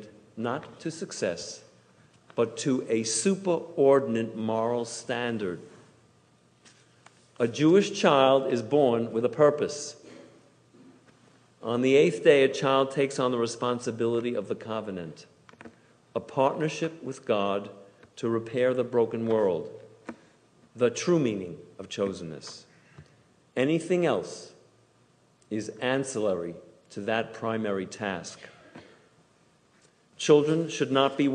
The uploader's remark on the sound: Delivered on Yom Kippur at Temple Emanu-El